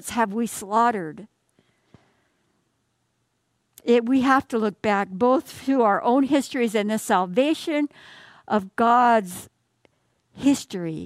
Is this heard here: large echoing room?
yes